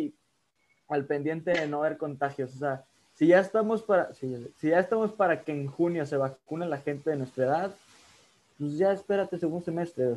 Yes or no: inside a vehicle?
no